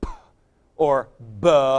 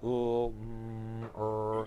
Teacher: So when you do t or d, you are doing a stop, and the liquids are no stops.